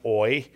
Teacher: it's one open vowel, one close vowel that come together and make a single sound · Term: diphthong